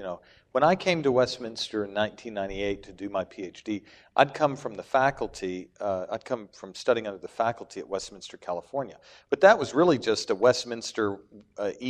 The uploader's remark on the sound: plenary address at the 2014 Reformed Forum Theology Conference